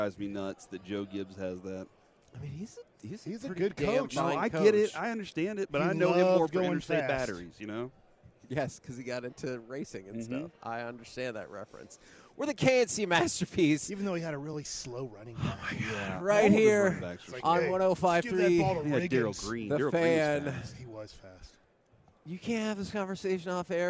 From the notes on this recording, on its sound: LIVE from Radio Row in Las Vegas!